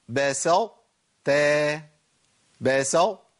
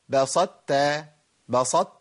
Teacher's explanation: يعني في صفه من صفات المدغم اللي هو الطاء بتفضل موجوده لما بتضغمه · Shown in: first take